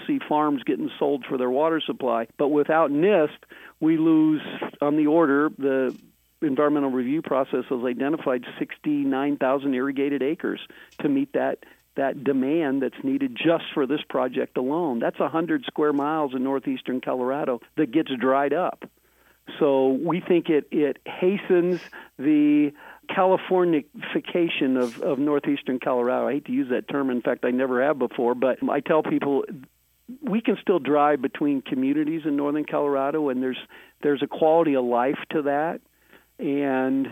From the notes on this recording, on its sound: In this episode we are doing a phone interview.